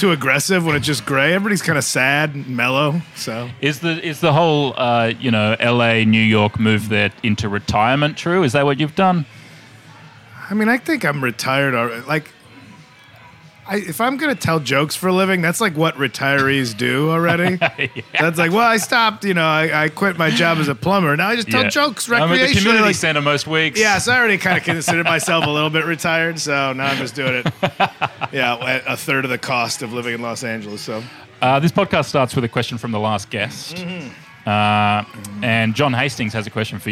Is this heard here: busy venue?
yes